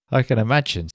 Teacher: notice how the word can becomes kun